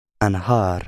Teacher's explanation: It's in the Ahram pattern, so the stress is on the final syllable.